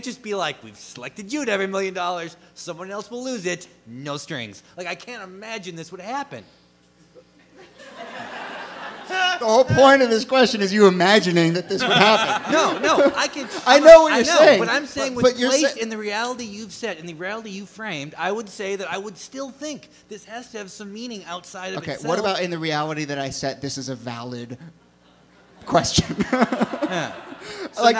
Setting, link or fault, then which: setting, live audience